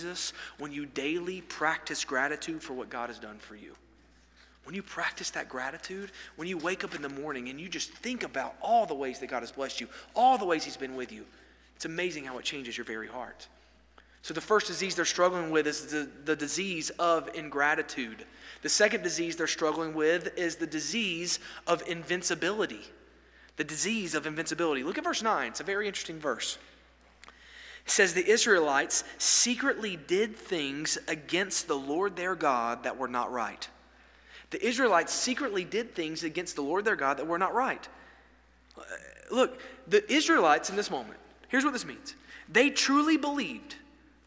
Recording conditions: large echoing room